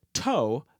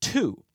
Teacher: So, in addition to the diminishing pronunciation of that W, the vowel sound at the end of the word changed from O to ooh